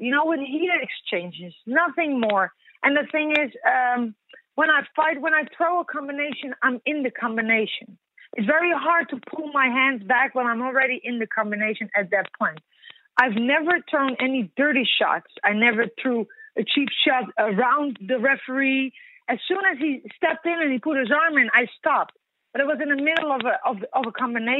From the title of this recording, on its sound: Post-UFC 208 Conference Call